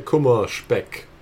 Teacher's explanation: Most German dialects do a weird thing with S's in front of consonants where they turn it into a sh sound.